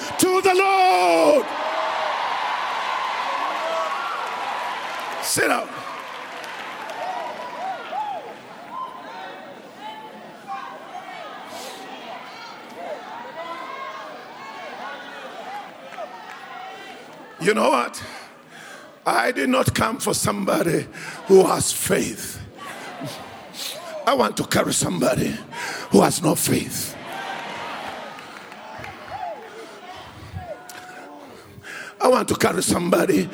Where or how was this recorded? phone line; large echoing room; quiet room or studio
large echoing room